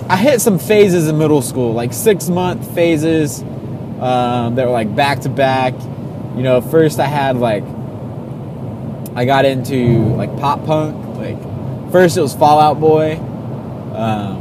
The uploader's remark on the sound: Done in my truck on a road trip to Tallahassee, recorded straight to my phone.